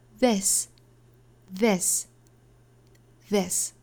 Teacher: this 这个词，我们注意里面这个元音不要发过紧